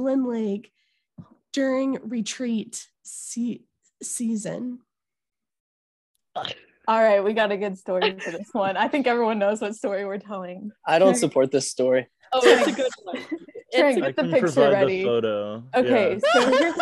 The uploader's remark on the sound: I do know that I do cough a lot as well as the bad wifi issues.